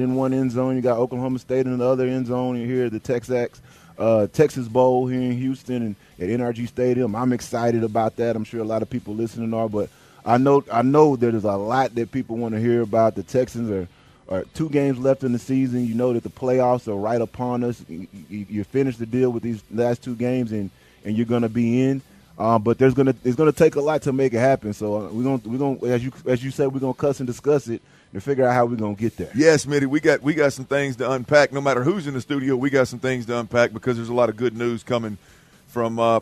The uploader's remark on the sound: LIVE from NRG for the TaxAct Texas Bowl